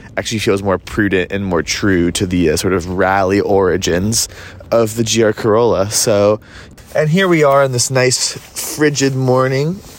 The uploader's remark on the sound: 2023 Toyota GR Corolla. Takes you along for a live drive review.